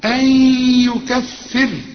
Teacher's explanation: عسى ربكم، الراء هنا مفخمة، أن يكفر عنكم، نون وبعدها ياء والياء من حروف الإدغام إدغم وغن · وإذا وقفت على الراء رقق لأن الراء اللي يسبقها كسر · Term: ترقق